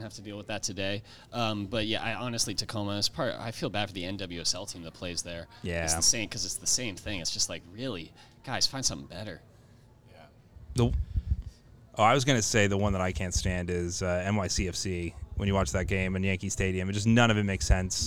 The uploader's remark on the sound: Live from Stone Brewing